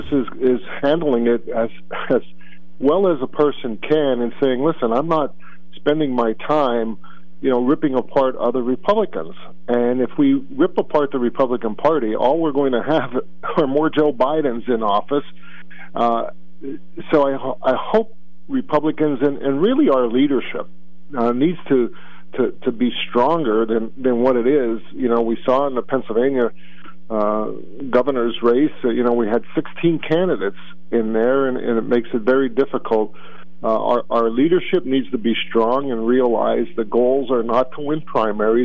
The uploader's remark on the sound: Then open phones. Then host open phones.